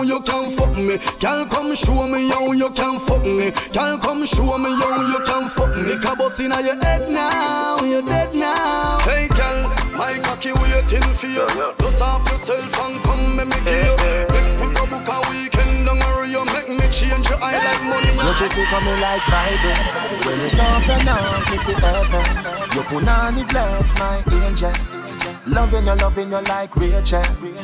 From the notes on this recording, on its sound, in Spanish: Este mix fue grabado en vivo en alguna playa de Guanacaste en media pandemia.